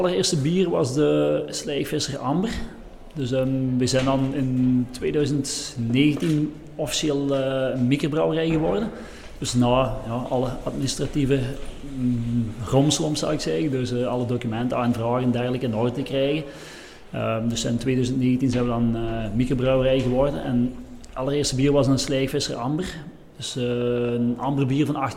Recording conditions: busy venue